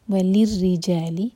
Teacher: لام کے نیچے کسرہ اس کو لے ساؤنڈ نہیں دینا